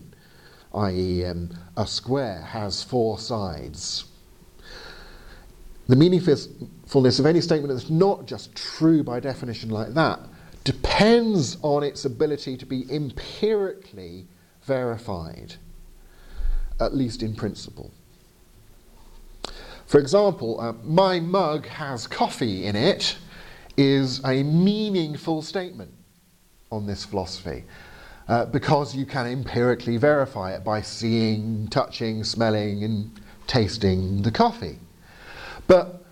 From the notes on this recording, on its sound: Arguing for God (Oslo, 2022). As delivered to the apologetics class at Fjellhaug International College in Oslo.